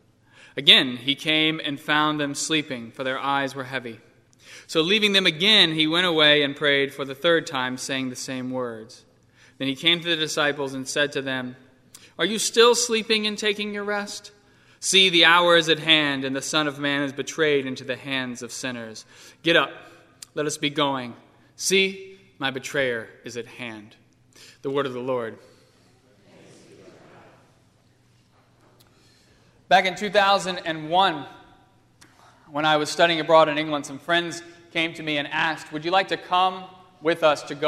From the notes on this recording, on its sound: on Sunday, October 4, 2015, at First Presbyterian Church of Arlington Heights, Illinois.